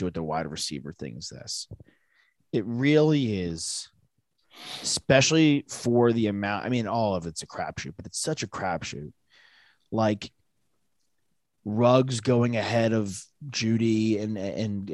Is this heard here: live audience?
no